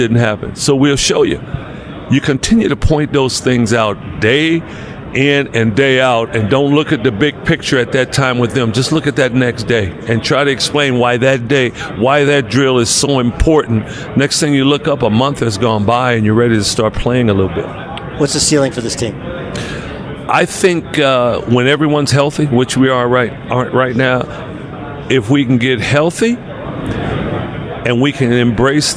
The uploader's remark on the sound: from the Western Coast Conference media day